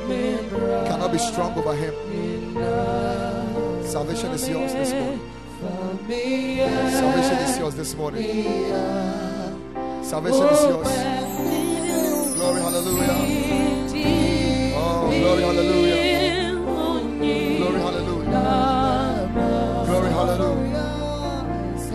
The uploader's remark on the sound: Preached at the Ekklesia Chapel